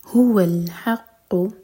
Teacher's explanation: هو یہ سینے سے، اور حق یہ حلق سے. هو الحق، قاف کو اسٹرانگ کریں گے اور قاف حلق سے.